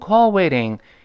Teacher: 读快之后很自然地浊化成 callwaiting，因为 a 和 ing 声带都震动，所以中间这个 t 的不震动就难受了